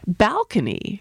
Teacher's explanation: the pronunciation balcony, with the stress on the first syllable